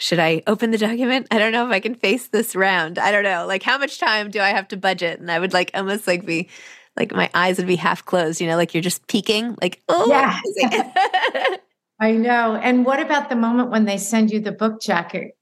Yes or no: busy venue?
no